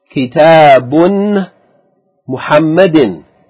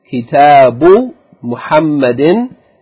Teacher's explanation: we omit or delete the tanween, the double vowel at the end of a word · Shown in: second take · inda, at the time of al-idafa, at the time of connecting them in the construct phrase, connecting two words in a construct phrase.